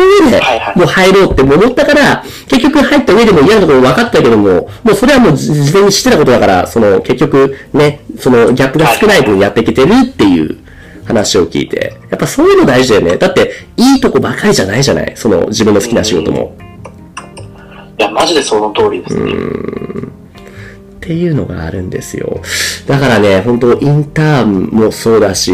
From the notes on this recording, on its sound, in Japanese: 今回機材トラブルで音割れが発生しております